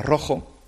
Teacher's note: en Almería y Granada, y en Jaén también, es más común decir, por ejemplo, la palabra rojo, con una J así muy marcada